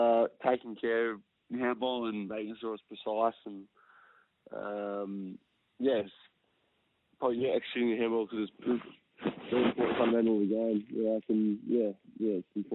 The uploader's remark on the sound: jumped on the line